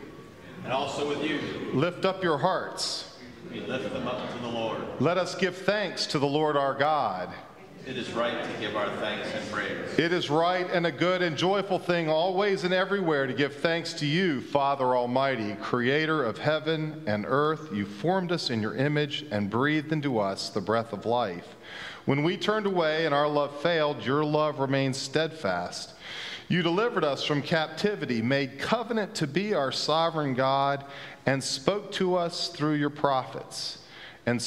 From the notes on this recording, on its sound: Pender UMC Traditional Worship on Sunday, January 1, 2023 at 9:00 am.